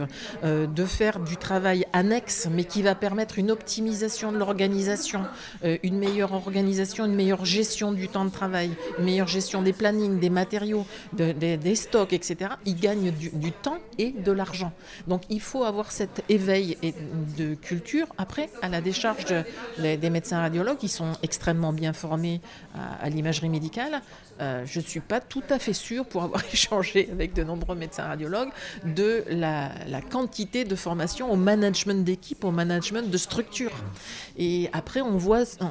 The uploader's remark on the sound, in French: Enregistrer en public. Dans un lieu insolite et charmant : l’anti-café à Bordeaux.